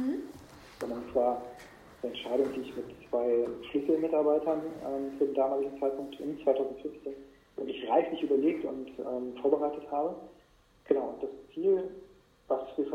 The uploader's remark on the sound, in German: Ich bitte die Tonqualität zu entschuldigen...